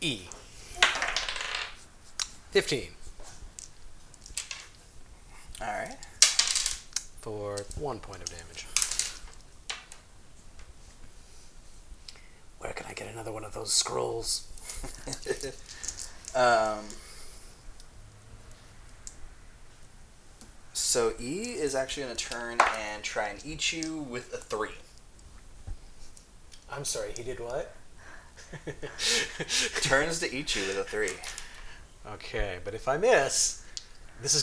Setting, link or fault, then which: fault, sounds in the background